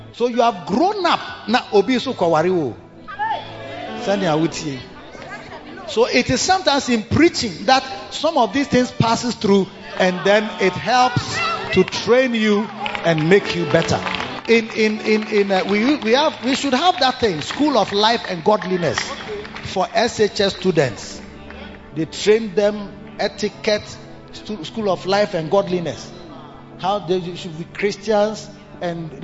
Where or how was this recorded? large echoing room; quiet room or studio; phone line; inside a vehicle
large echoing room